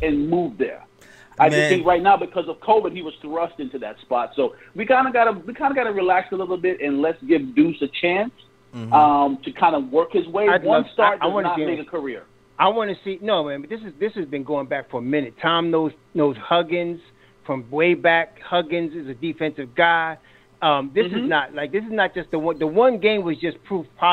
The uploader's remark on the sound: Take callers LIVE while discussing the game.